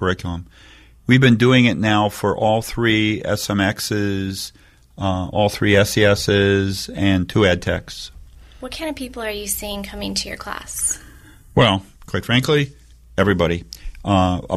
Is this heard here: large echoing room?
no